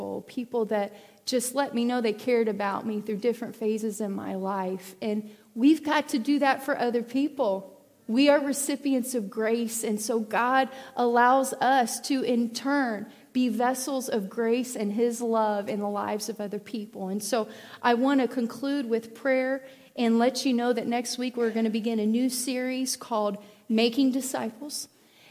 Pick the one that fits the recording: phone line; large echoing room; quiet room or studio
large echoing room